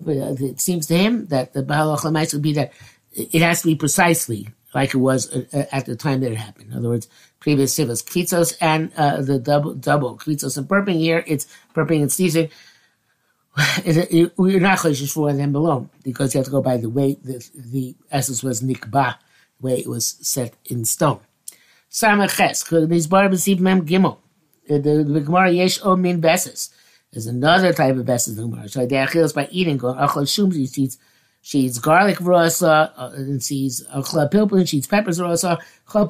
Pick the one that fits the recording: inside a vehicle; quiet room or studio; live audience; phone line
quiet room or studio